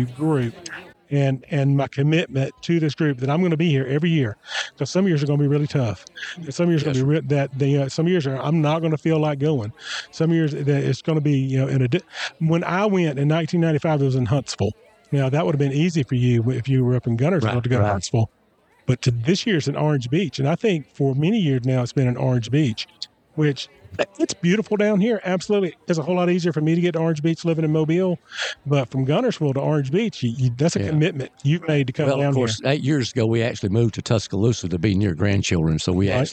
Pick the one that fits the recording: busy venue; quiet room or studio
busy venue